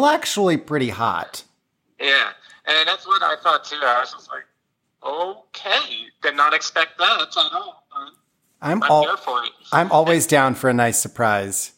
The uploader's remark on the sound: We would call a few friends to get their input. I went ahead and scrapped the first half and just kept the "phone a friend" portion.